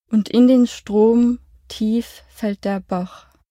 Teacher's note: Das Fallen wird von den Betonungen metrisch erfüllt. Das richtungsgebende Anfangswort tief ist betont, das freie Fallen in den Wörtern fällt und der unbetont, das Ankommen im Bach wiederum betont. Die Metrik unterstreicht das Aufprallen im Wasser.